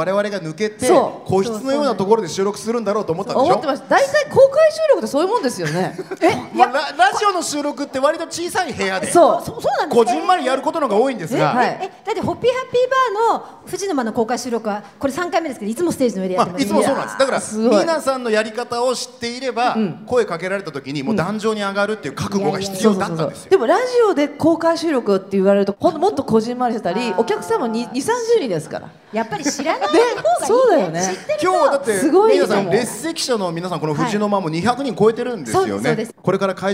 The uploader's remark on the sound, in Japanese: ホッピー発売70周年記念パーティ 帝国ホテル公開収録。